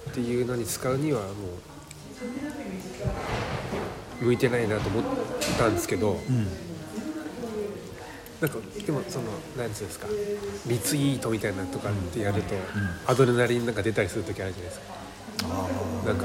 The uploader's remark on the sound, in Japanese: 旧長井小学校のカフェにて